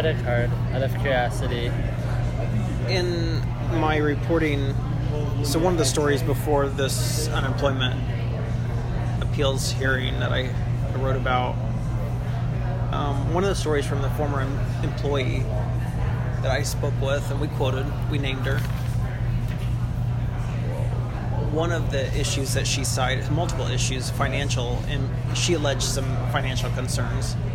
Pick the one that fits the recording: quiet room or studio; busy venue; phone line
busy venue